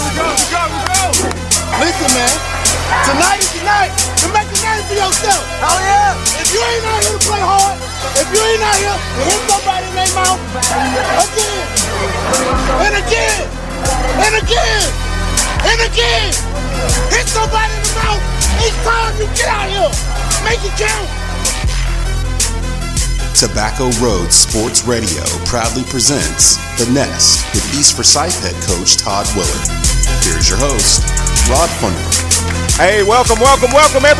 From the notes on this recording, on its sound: live from Monte De Rey Mexican Restaurant in Kernersville every Tuesday night in season!